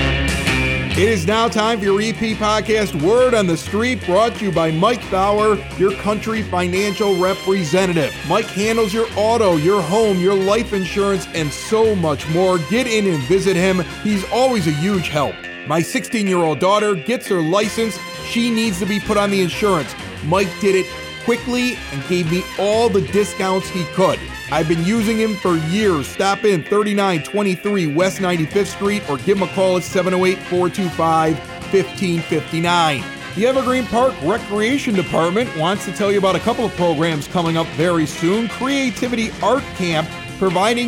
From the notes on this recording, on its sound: We are also at Music Fest this past weekend listening to live bands and hanging with neighbors in Evergreen Park